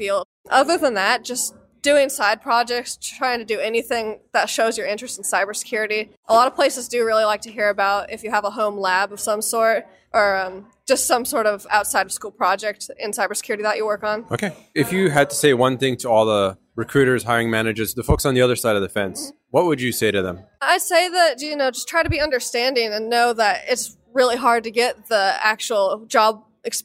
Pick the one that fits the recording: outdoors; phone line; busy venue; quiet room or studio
busy venue